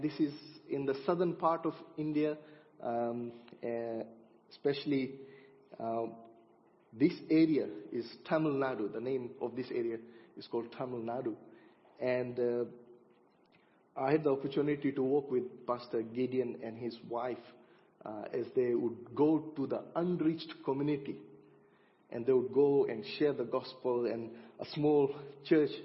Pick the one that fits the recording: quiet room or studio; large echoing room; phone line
large echoing room